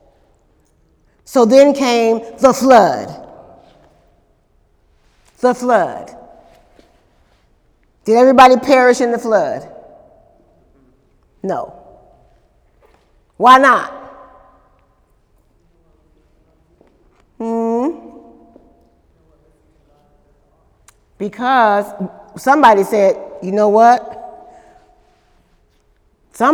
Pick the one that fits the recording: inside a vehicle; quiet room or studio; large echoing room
large echoing room